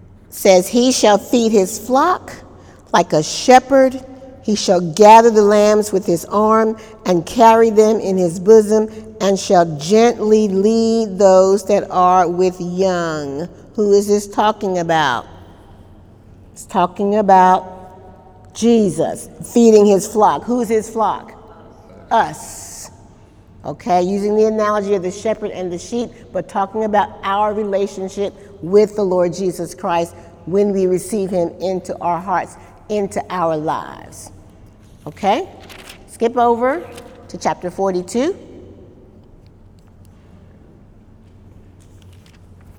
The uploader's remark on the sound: During Wednesday night service on October 1, 2018